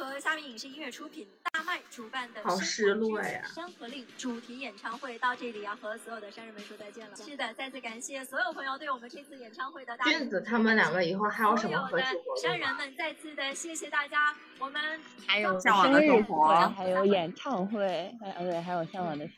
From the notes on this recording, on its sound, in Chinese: 我们记录下了自己观看《山河令·生来知己》两场线上演唱会的碎片瞬间。本期采用了比较特殊的方法录制，有演唱会和主播们的同期声，所以音质效果比较差。本期剪辑也很碎。